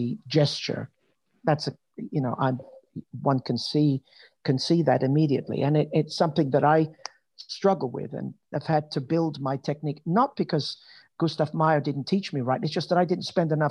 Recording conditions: video call